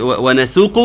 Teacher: فعاوزين ننطقها بالسين وليس بالصاد، وتكون سين مرققه